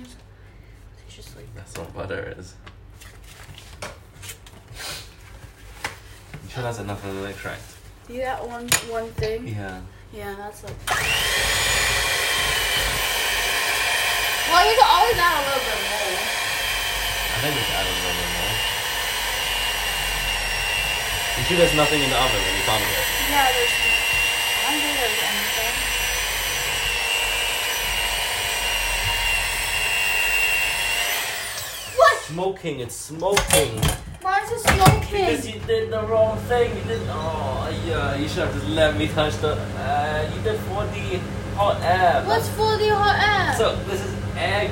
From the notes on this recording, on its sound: On this episode you enter the kitchen with us and see how chaotic it is! The audio might not be as good as we are moving around, sorry in advance!